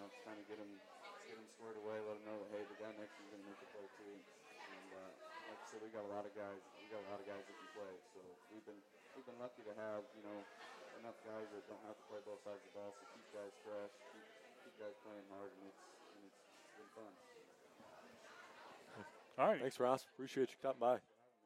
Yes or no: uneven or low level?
yes